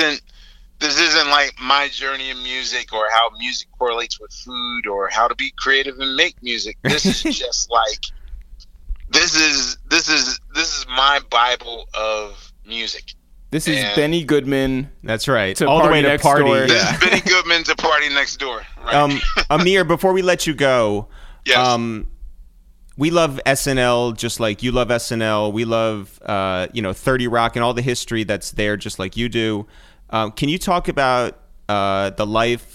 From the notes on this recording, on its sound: We make calls from our Upper West Side apartment. Currently living on a kibbutz in Upstate New York. We then call over to Brooklyn.